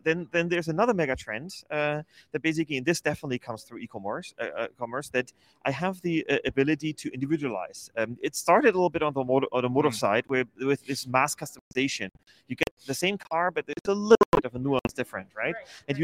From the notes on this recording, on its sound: live from the Manifest Conference in Las Vegas